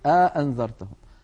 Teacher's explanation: وبعض العرب كان يدخل بين الهمزتين ألفا فيقول أأنذرتهم، يعني يبعد بينهما بأن يدخل بينهما ألفا فيقول الواحد